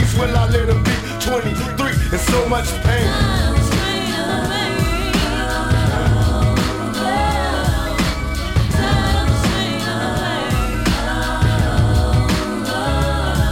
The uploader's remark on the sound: Live from ORKZ-Bar!